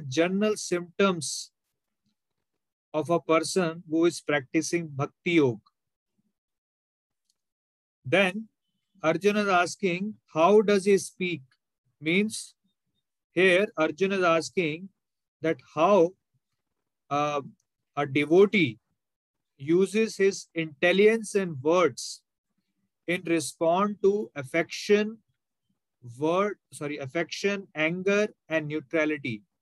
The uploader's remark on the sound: Zoom recorded class. Hare Krishna Movement, Mumbai.